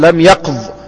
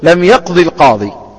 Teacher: إذا وقفت لم يقض، لكن إذا وصلت في درج الكلام تقول لم يقضي القاضي، فاجتلبت كسرة بعد حذف الياء للدلالة عليها